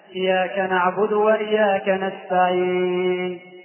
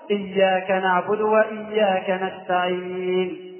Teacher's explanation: إسقاط الشدة من إياك نعبد وإياك نستعين · Shown in: first take · إسقاط الشدة من إياك نعبد وإياك نستعين، كان يقرأها هكذا إياك نعبد وإياك نستعين.